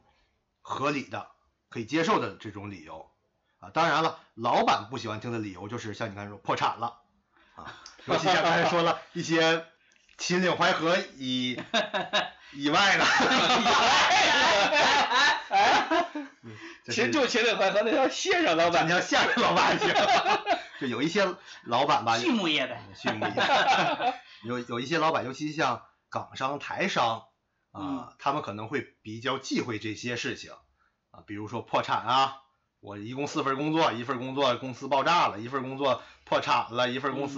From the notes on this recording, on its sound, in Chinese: 录音设备出现一些小问题，收音环境比较空旷。